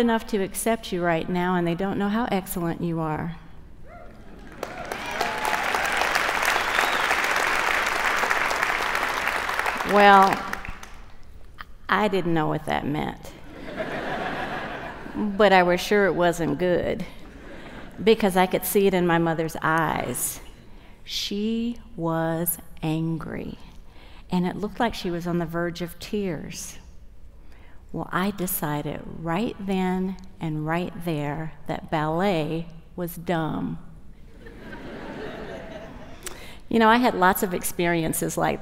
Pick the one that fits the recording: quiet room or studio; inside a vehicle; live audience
live audience